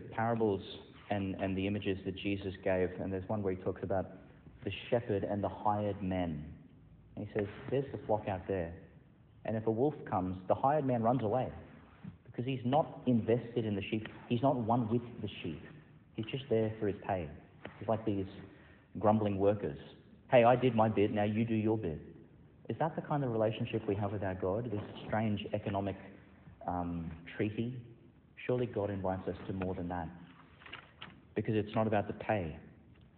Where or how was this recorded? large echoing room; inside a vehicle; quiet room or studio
large echoing room